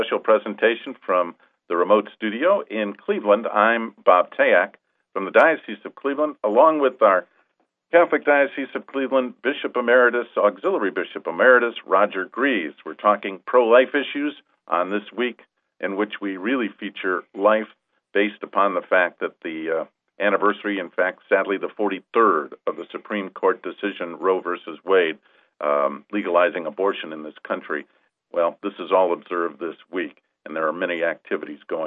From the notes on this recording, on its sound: On this live call in program which aired 01-20-16.